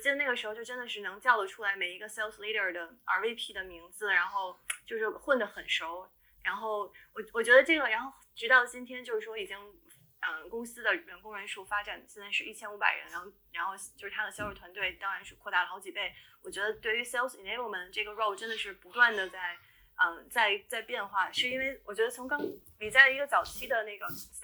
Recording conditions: poor sound quality